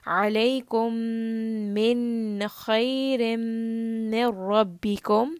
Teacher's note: Kha is a throat letter, so this is going to be idhar. Noon is going to be very clearly pronounced.